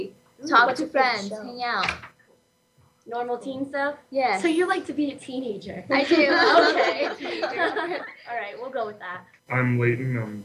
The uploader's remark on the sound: On location in a small remote town in the northern part of our state, we took our show live! The recording quality is rough and the conversation is raw as Paper Hope Street Team meets the teens and new Voice America Kids radio hosts at Round Valley High School in Eagar Arizona.